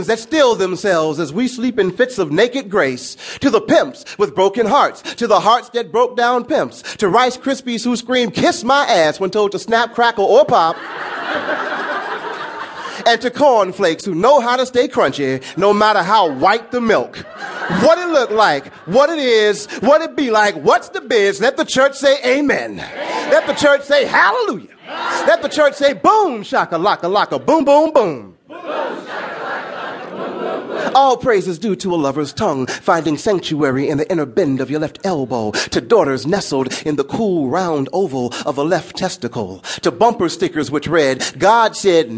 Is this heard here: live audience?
yes